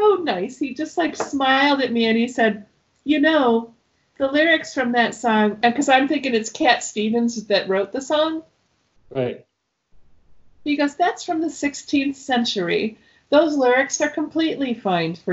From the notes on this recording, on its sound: In this episode I Skype with singer/songwriter